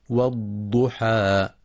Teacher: ينتبه القارئ لتفخيم الضاد المضمومة مع إعطائها صفة الاستطالة، ويخطئ من يقرأ والضحى بالضاء والضحى، والصواب إخراجها من مخرجها